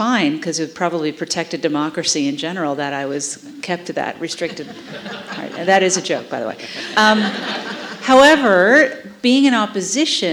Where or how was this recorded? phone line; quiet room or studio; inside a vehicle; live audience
live audience